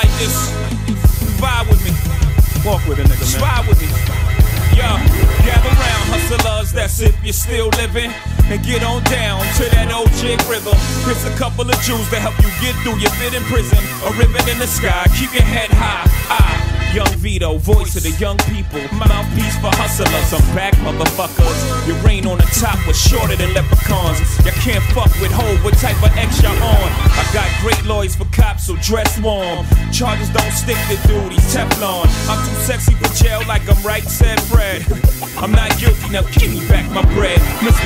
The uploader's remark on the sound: All sessions are recorded live at various outlets across South Africa.